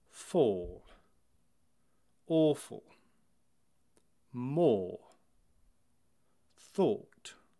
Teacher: I've spelt it O-H-W, but it is called a claw. It is a longer and darker sound than we would use in a North American dialect, and it often replaces a letter A or O vowel in some words with that kind of aw sound that you might be familiar with if you practice yoga.